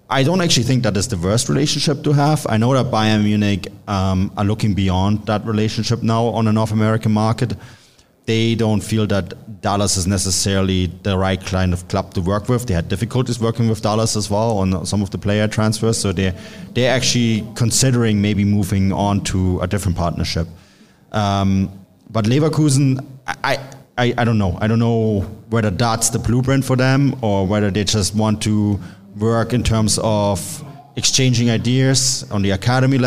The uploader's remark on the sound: We all sat down for a live show and Q&A before St. Louis CITY SC's historic match at CITYPARK vs Bayer Leverkusen.